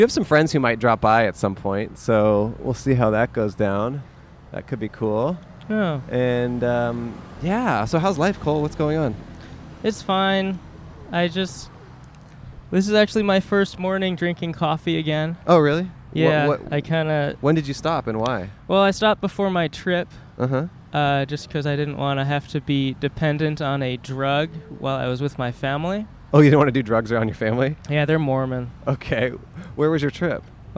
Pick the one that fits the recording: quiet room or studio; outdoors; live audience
outdoors